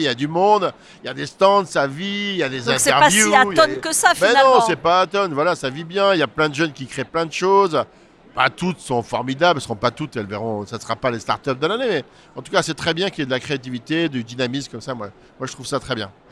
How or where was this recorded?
busy venue